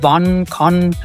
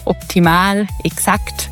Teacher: Das ganz dunkle A, was mehr so in Richtung O geht · Shown in: first take · so O wie in wann, kann.